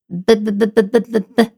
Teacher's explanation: Ut med luften. Samtidigt kommer ett ljud i halsen.